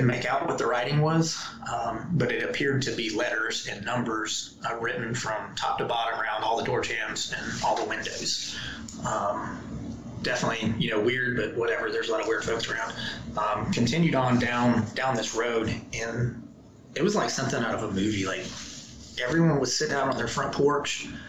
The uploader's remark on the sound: We had numerous technical issues getting through this episode